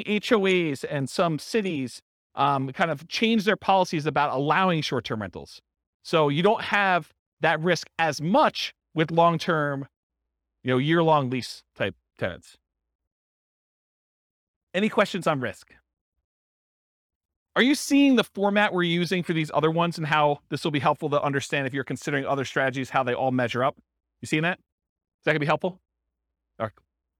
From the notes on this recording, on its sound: This was a live class recorded